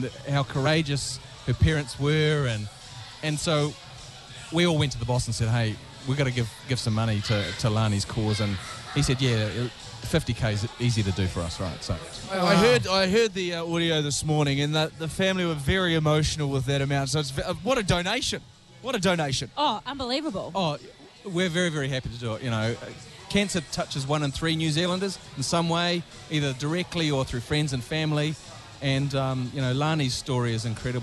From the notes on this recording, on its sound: JBS are live at the finish